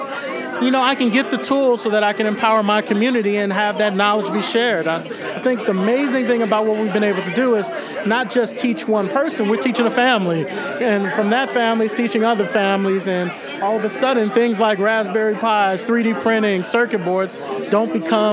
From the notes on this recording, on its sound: Recorded at SXSW 2016 on Monday, March 14th